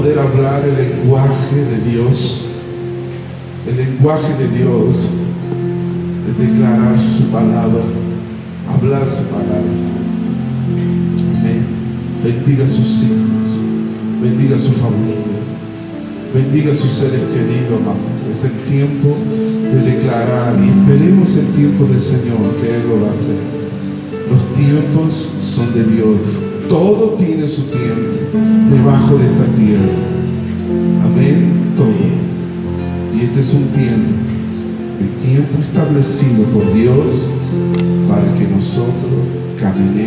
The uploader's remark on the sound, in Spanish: una predica ministrada en la Iglesia Santuario de Fe, en la ciudad de San Miguel de Tucuman